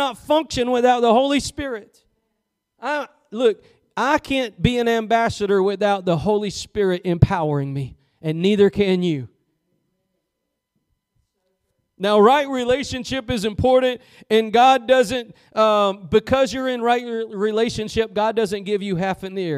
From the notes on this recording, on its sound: Preached at Gospel Lighthouse in Bossier City, La.